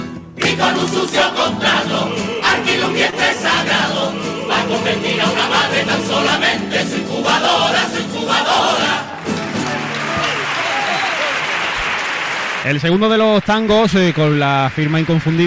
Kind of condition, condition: setting, live audience